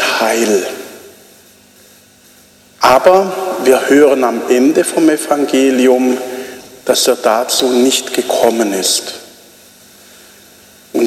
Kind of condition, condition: setting, large echoing room